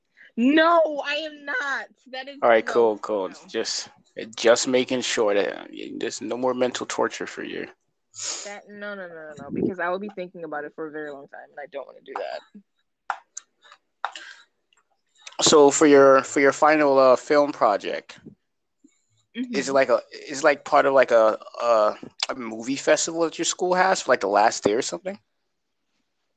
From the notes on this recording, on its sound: the audio has been acting kind of wacky